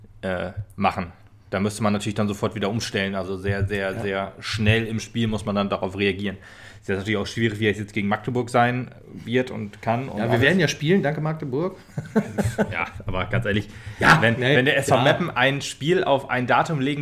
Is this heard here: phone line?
no